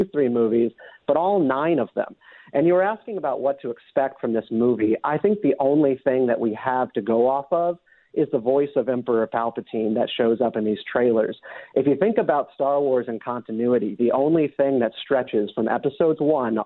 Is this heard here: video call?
no